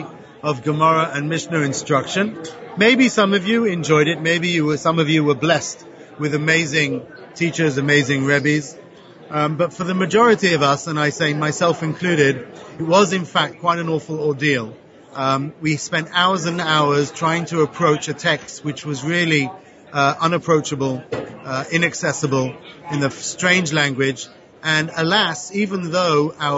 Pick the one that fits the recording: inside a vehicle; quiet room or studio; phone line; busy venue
busy venue